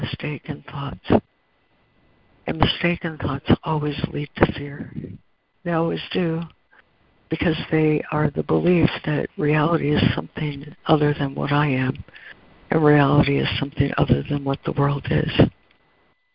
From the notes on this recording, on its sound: ACIM Daily Conference Call